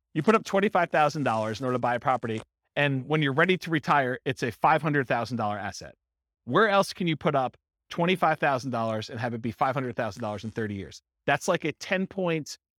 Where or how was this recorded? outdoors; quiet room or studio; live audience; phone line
live audience